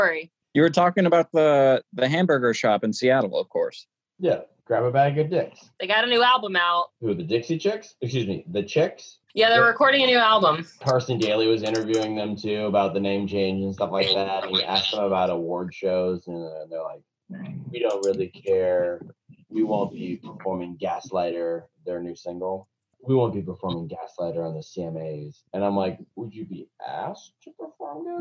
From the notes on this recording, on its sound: Hopefully, this will be our last ZOOM edition of Inside Froggy 92.